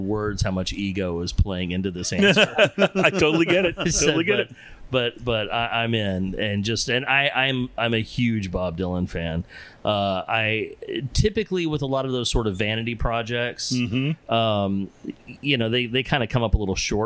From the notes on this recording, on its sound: We Are On Location at the Vinyl Draught Social Club, Keemah, TX